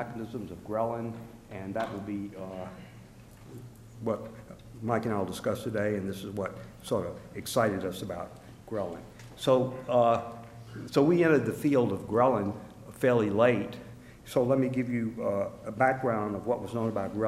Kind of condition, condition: setting, live audience